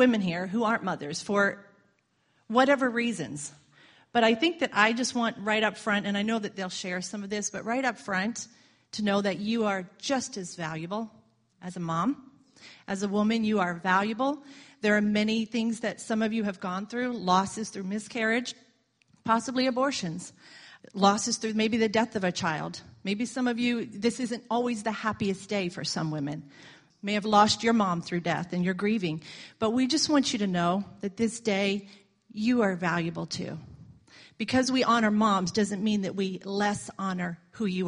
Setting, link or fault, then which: setting, large echoing room